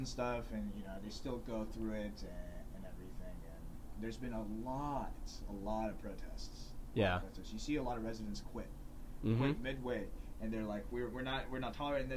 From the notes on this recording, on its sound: Ignore the audio quality y’all know I’m trying my best.